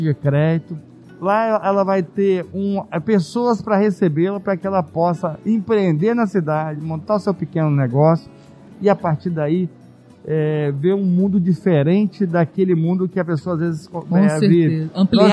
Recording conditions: busy venue